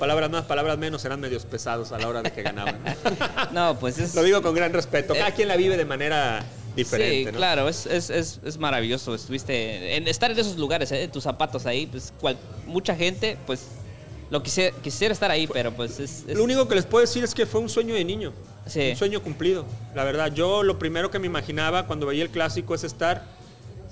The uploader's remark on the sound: Live from LA. Live from Revolucion Cantina in Fullerton, CA.